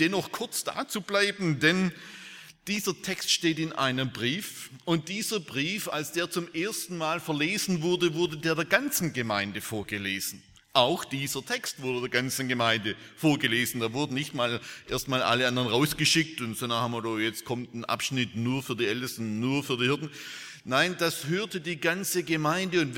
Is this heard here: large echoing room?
yes